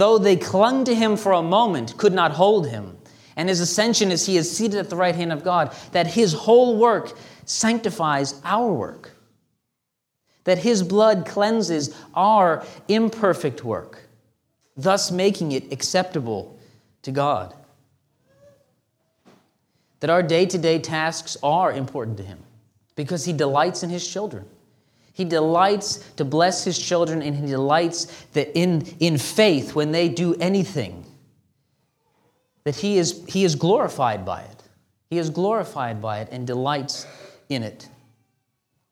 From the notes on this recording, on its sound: This sermon was delivered on April 9, 2023 at Antioch Presbyterian Church. A mission work of Calvary Presbytery of the Presbyterian Church in America located in Woodruff, South Carolina.